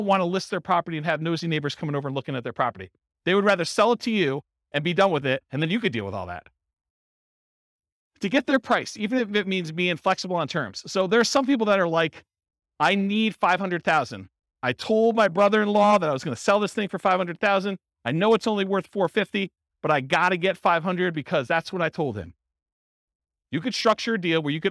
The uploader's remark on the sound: This was a live class recorded